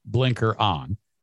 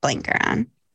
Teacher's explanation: You can hear that creaky croakiness, right? · Shown in: second take